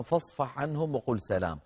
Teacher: اصفح آخر حرف فيها حاء ساكنة، والحاء من وسط الحلق. عنهم أولها عين، والعين من وسط الحلق.